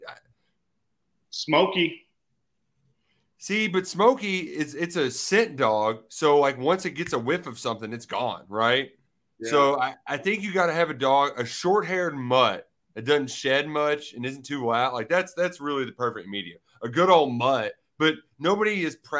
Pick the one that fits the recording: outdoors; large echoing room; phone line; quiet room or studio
quiet room or studio